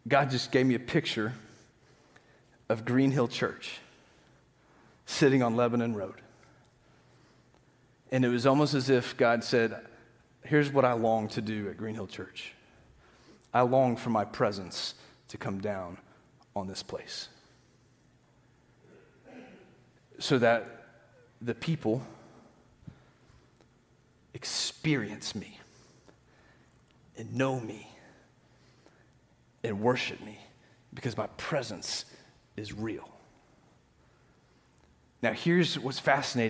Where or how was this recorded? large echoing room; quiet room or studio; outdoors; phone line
large echoing room